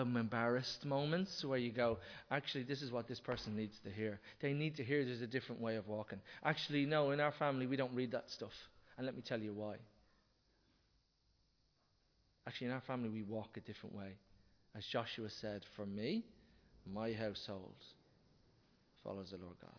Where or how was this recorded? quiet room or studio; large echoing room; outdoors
large echoing room